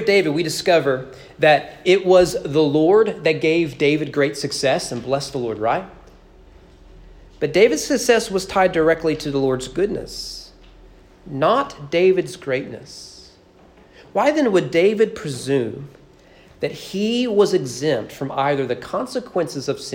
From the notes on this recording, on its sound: Sermon preached at East Frankfort Baptist church on December 5, 2021 during morning worship.